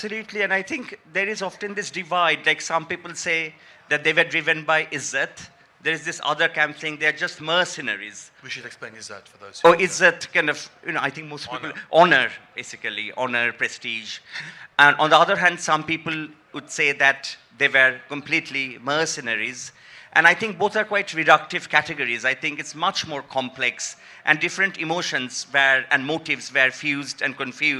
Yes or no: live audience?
yes